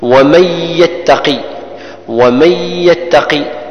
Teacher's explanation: ومن يتقي، ومن يتقي، النون الساكنة جاء بعدها حرف الياء ليس بإقلام، إدغام ناقص، إدغام ناقص بغنة قدر حركتين